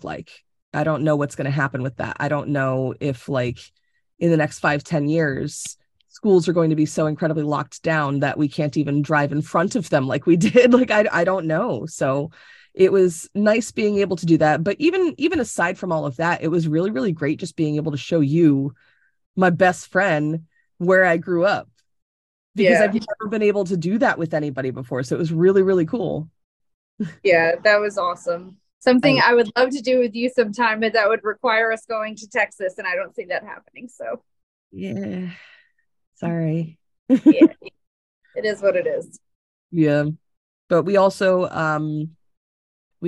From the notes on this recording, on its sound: This episode was recorded over Zoom, and is more of a conversation than our normal style.